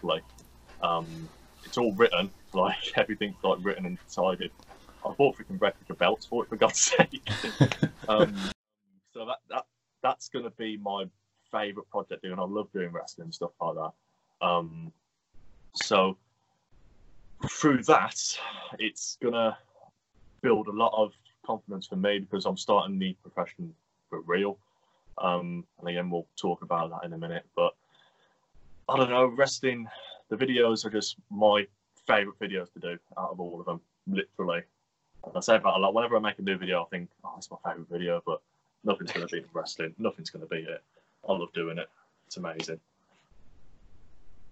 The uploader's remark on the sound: We recorded this episode during the midst of the COVID-19 UK lockdown which meant we were unable to meet in a studio. Please excuse any audio/visual issues we have in this pod.